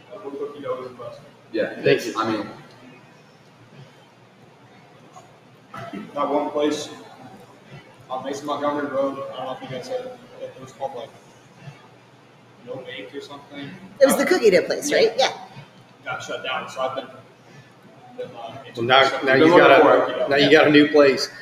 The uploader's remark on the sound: travel on-site to Holston's Baking Co.